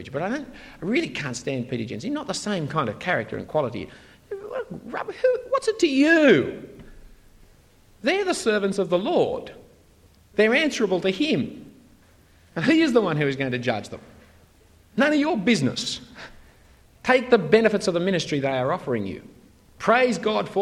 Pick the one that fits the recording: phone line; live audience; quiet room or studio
live audience